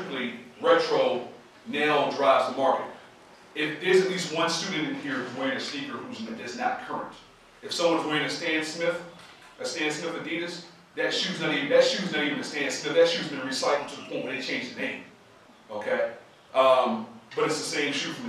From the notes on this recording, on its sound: This recording was made at Sichuan University